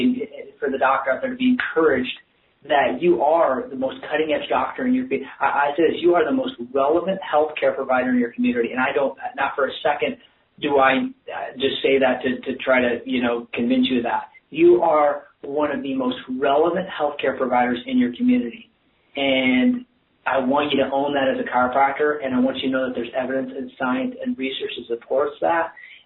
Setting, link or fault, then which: link, phone line